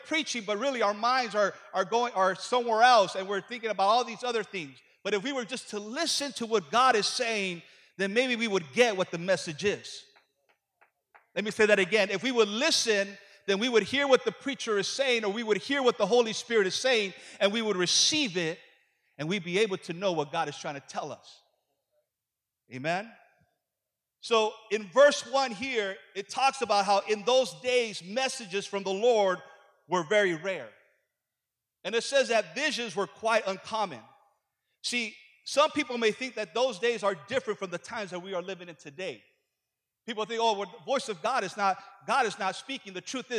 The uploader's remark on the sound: Preaches as part of our AM sessions here at The Voice Conference 2018!